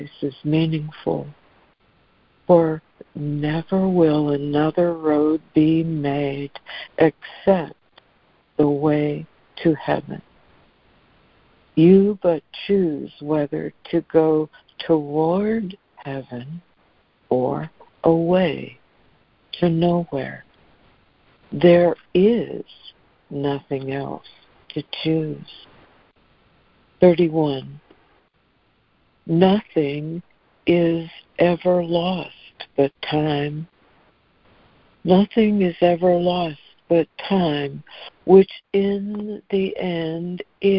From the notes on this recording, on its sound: ACIM Daily Conference Call